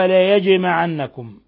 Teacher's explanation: نون مشددة تغن مقدار حركتين، وجيم ساكنة قلقل